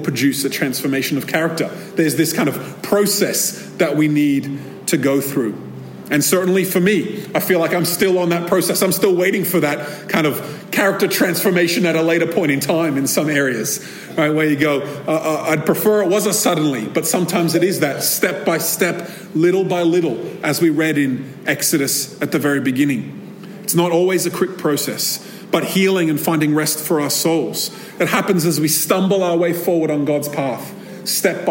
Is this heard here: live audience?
yes